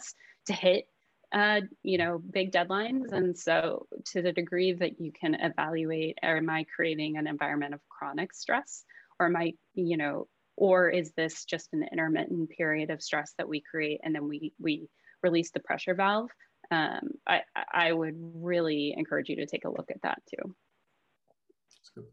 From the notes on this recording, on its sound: Listen in as livingHR hosts a virtual gathering with expert panelists.